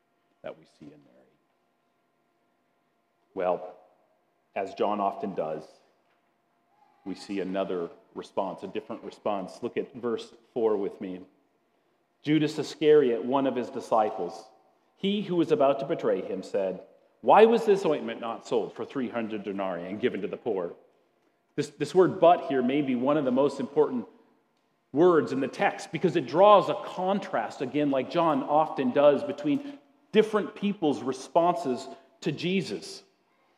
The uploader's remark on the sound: at Grace City Church in Fargo, North Dakota.